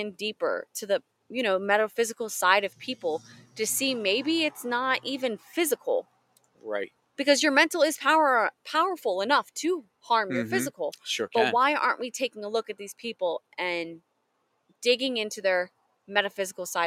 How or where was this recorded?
outdoors